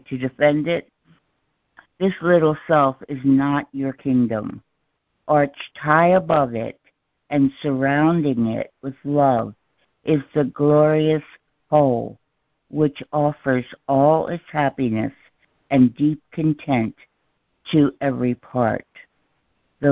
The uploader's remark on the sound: ACIM Daily Conference Call.